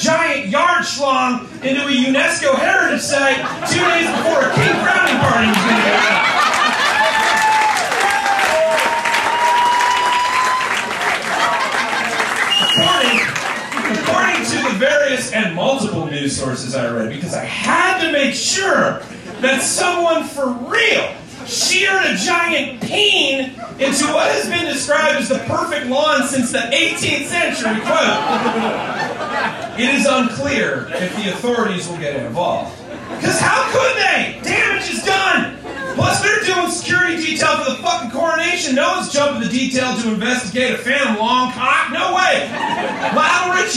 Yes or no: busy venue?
yes